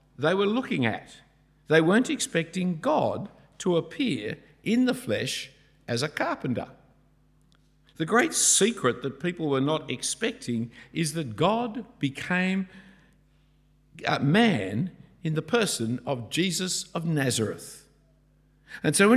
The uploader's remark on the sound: A talk preached at St Andrews the Great at Cambridge